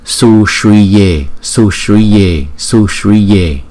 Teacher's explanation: Chữ U, chữ Y và chữ E chúng ta đọc thời lượng bằng nhau, bởi vì chữ U có dấu gạch ngang là chúng ta đọc hai nhịp, chữ Y có dấu gạch ngang chúng ta đọc hai nhịp, và chữ E là luôn luôn hai nhịp, cho nên chúng ta đọc là Sushriye Sushriye Sushriye không.